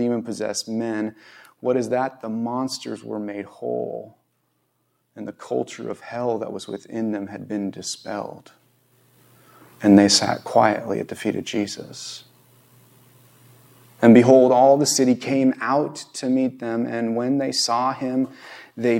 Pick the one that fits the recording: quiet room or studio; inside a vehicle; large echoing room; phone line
large echoing room